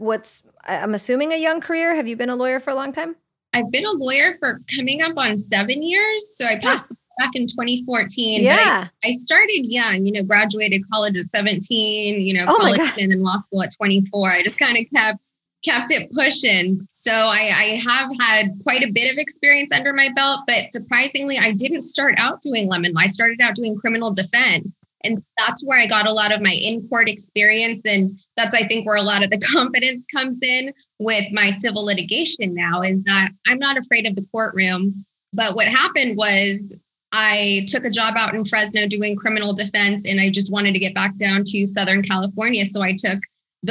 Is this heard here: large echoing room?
no